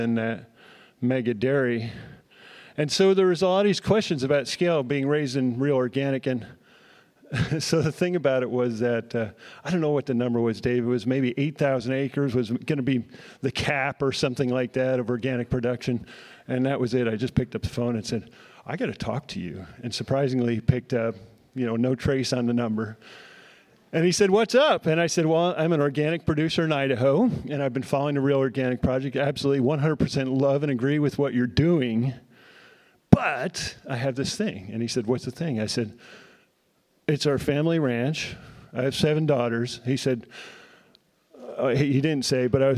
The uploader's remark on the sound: addressing the crowd at the Saving Real Organic Conference at Churchtown Dairy in Hudson, NY on October 14, 2023.